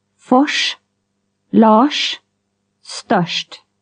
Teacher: RS is like sh in English rush, but with lip rounding.